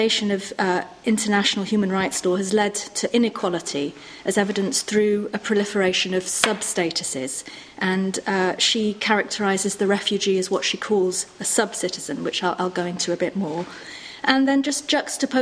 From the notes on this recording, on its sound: RSC 2014 Conference: Refugee Voices: Panel 18. Recorded on 25 March 2014 at St Anne's College, University of Oxford.